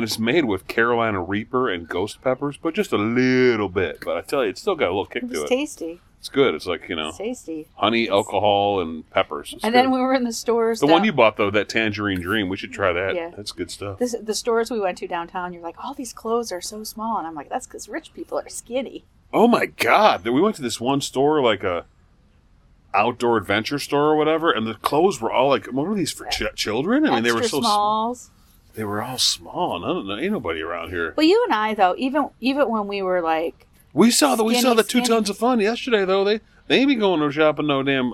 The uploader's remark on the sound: Recorded live at the golf course (er, overlooking the golf course).